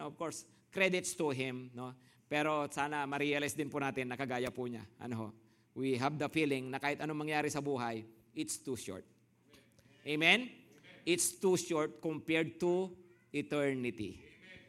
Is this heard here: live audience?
yes